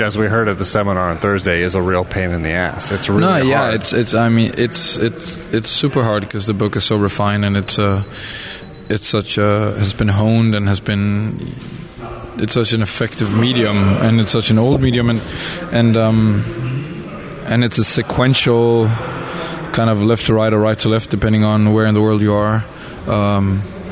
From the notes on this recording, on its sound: Today we are presenting some of the conversations we had during the 1000 Books Art Book Festival which was at Charlottenborg about a week and a half ago.